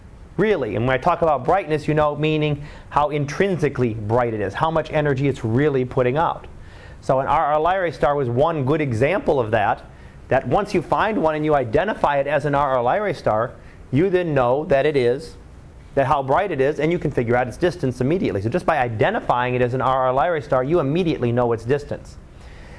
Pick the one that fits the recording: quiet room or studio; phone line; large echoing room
large echoing room